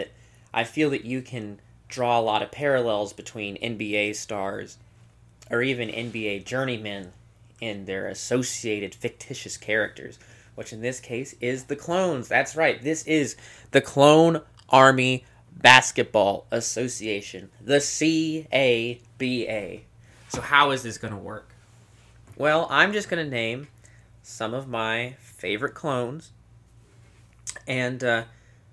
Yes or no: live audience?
no